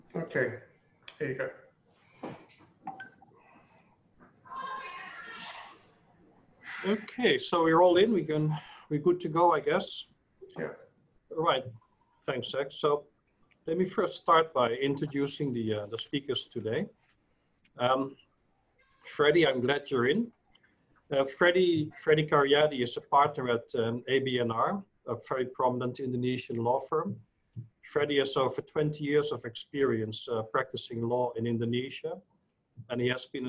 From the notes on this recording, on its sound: Virtual Round Table. Webinar audio recording dated 2 Jun 2020.